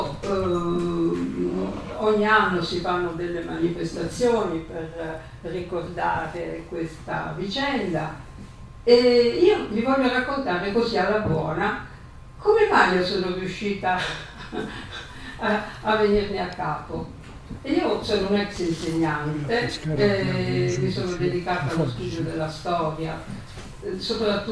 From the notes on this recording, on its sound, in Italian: La registrazione dell’incontro tenutosi il 6 ottobre 2023 presso la Casa della Memoria. Casa della Memoria e della Storia (Roma, 6 ottobre 2023). Siamo lieti di offrirvi la registrazione dell’incontro tenutosi il 6 ottobre 2023 presso la Casa della Memoria e della Storia di Roma. L’incontro organizzato dall’ANPI, l’Associazione Nazionale Partigiani d’Italia.